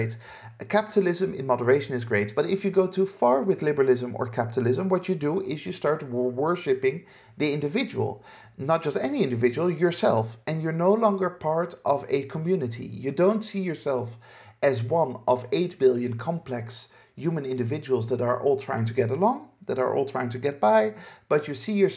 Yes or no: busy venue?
no